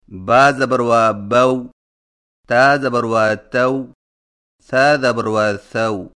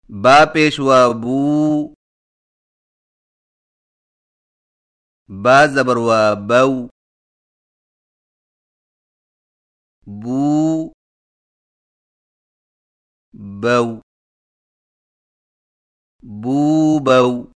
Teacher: نہیں پڑھا جاتا، بلکہ واویلین کو ہونٹوں کو اوپر کی طرف کھولنے کے فوراً بعد گول کرتے ہوئے نرمی سے بغیر کھینچے پڑھا جاتا ہے